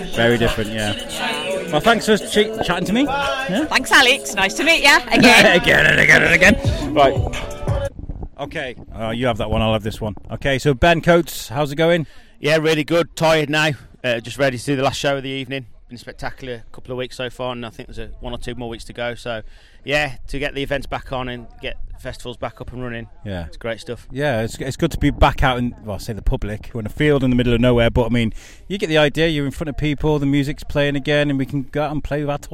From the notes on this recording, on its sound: while he was at the Shropshire Drive in Festival's Circus weekend